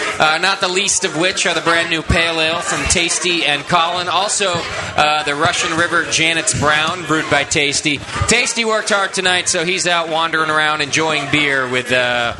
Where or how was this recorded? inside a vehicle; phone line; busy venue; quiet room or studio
busy venue